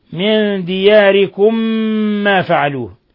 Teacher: ميم ساكنة أدغمت في ميم متحركة · Term: إدغام مثلين صغير